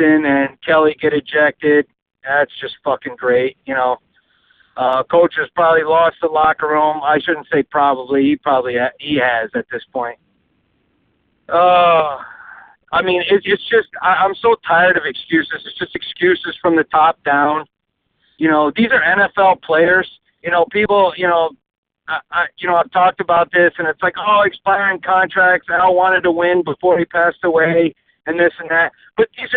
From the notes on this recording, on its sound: Recorded while driving in my car, using my cellphone, from 95.7 "The Game".